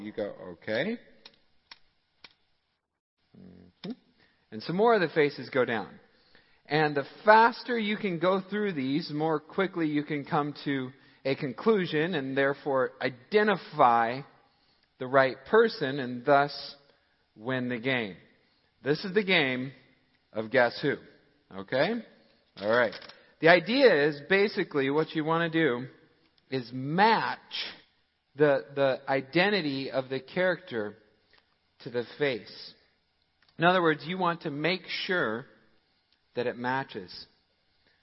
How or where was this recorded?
large echoing room